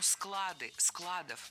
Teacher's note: Слово «склад» в значении «место для хранения» с неподвижным ударением на основе.